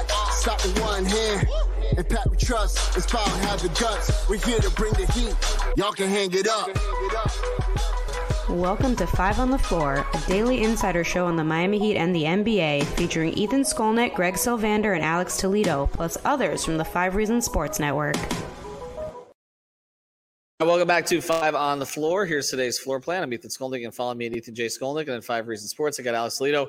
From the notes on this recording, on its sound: record live after our watch party at Tropical Distillers in Miami